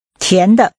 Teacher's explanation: The tones are rising and neutral. Say sweet.